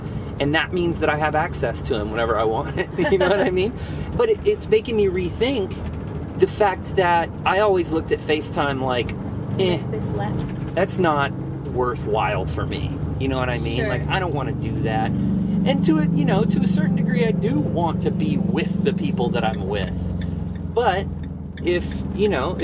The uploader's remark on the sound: From the van.